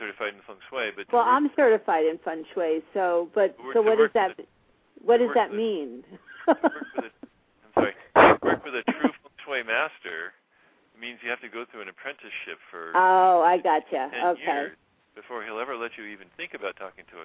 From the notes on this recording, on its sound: take calls LIVE on the air